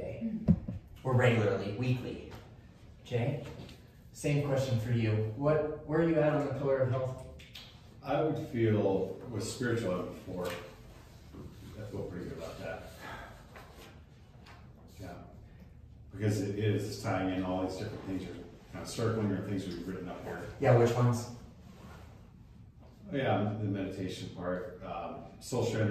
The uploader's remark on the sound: Today's episode is taken from a live event. At the event Unleash Your True Potential, we asked two members of the audience to share the best skills that they use to balance their daily lives.